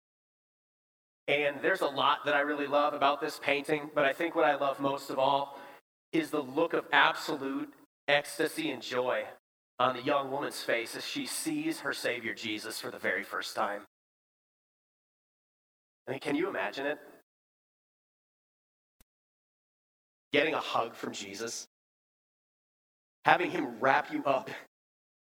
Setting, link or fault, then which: setting, large echoing room